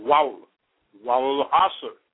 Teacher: But in reality, we have a kasra on that ra, but we don't pronounce it, but we do write it. Wawl asri. This is by the time.